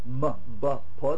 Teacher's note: bilabials, which means your mouth is closed here